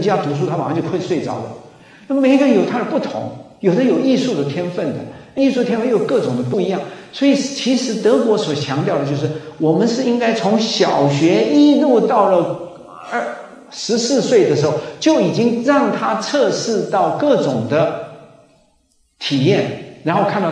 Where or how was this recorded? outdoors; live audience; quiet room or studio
live audience